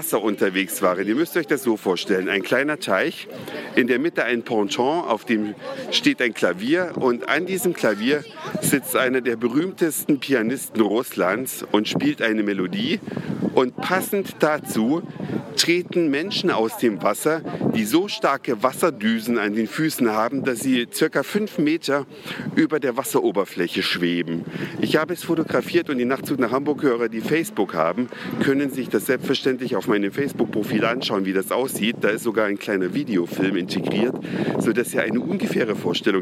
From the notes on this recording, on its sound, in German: Live unterwegs in der Stadt Roter Platz und Kreml, Gorki Park, GUM, TV-Aufzeichnungen, Waterjets Moskau bei Nacht.